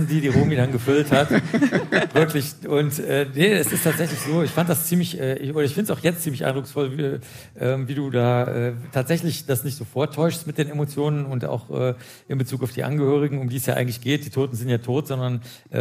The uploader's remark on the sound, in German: Im Kriminaltheater Berlin getroffen. Vor Publikum.